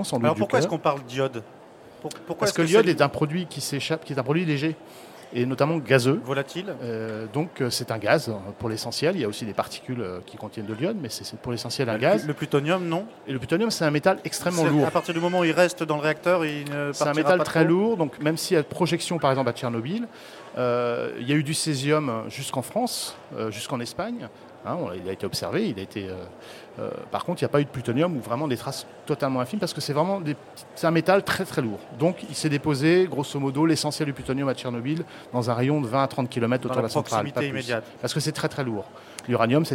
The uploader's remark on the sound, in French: enregistrée lors du salon planète durable en Avril 2011